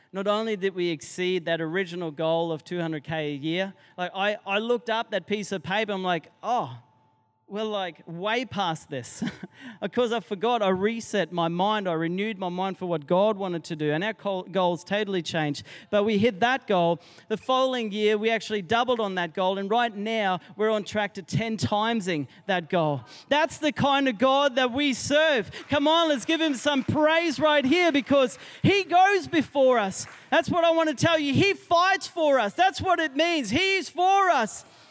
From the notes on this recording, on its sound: Recorded during our 5pm service on Sunday, the 5th of February 2023